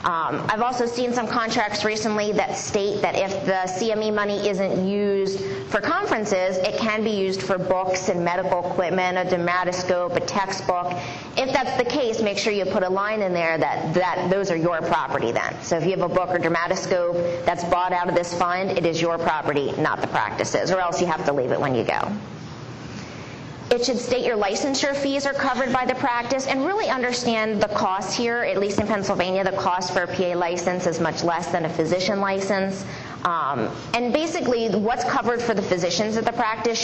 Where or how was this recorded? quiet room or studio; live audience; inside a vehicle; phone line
live audience